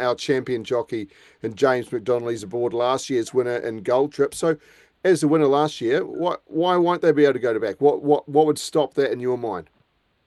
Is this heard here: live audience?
no